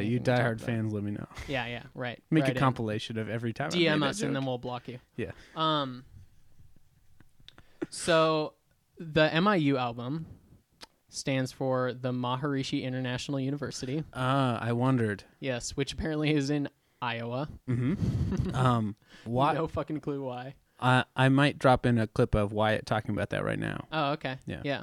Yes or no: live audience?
no